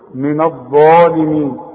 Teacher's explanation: الظ هي المفخمة واعلى درجات التفخيم